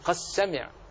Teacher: بإضغام الدال في السين لا يسمع للدال شيء